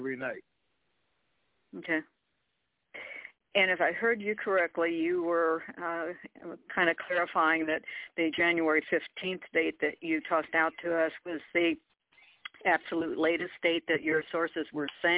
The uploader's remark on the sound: TNTSuperfantastic Conference Call